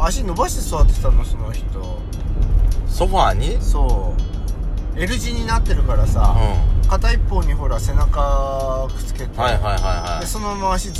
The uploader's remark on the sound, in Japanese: ドライブ収録 #ロードノイズごめんね